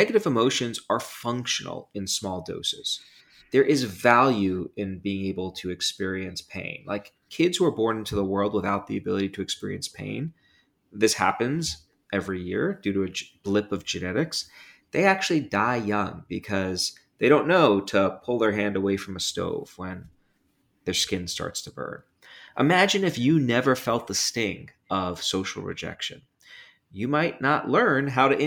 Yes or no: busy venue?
no